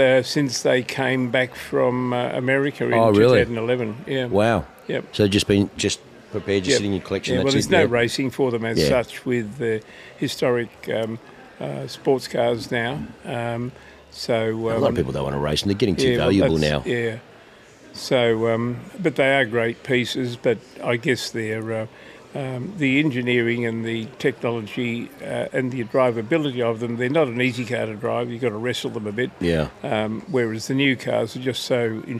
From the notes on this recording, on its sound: We come to you live from the Porsche Club Victoria's club breakfast at YTG with 300 PCV members filling the car park with everything from 964's to 991.2 GT3 RS's!